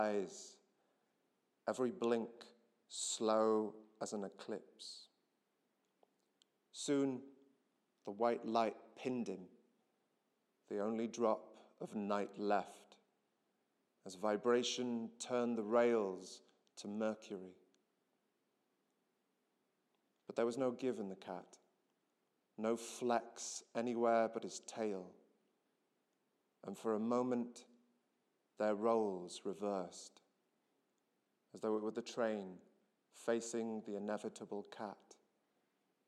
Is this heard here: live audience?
yes